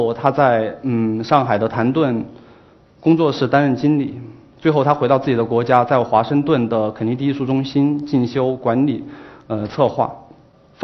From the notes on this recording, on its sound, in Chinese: 在一席舞台上的演讲和现场舞蹈